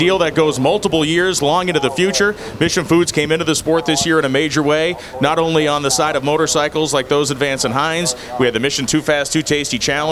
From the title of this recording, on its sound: LIVE at Vegas